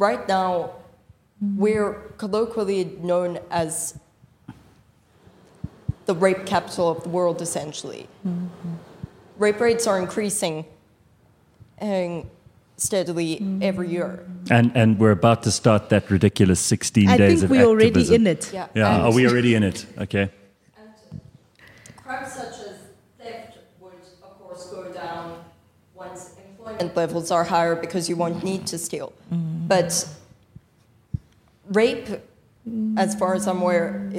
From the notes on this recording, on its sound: With a live audience at a special CliffCentral event.